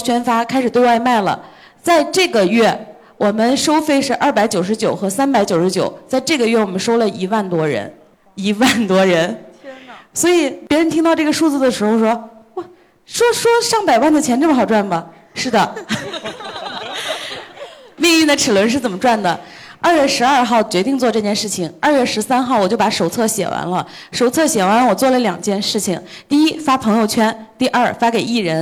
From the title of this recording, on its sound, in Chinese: 杭州听友会特辑